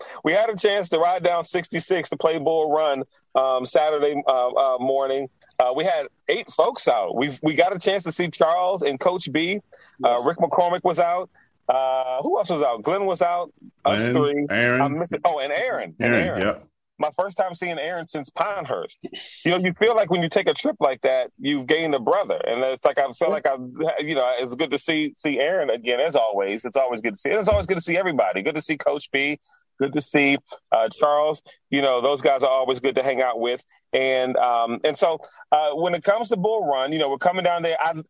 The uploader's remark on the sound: Recording from his car. Is frustrated with his equipment.